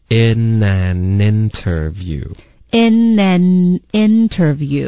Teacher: 这是一种美式的省略的技巧，如果你有一个 n 连到一个特的音，后面再加一个元音呢，这个特的音。一般都会省略的